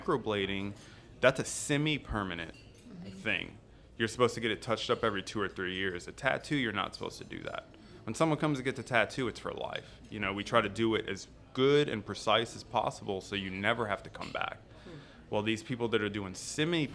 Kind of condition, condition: setting, busy venue